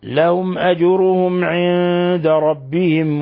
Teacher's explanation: نون ساكنة جاء بعد حرف الدال في نفس الكلمة إخفاء حقيقي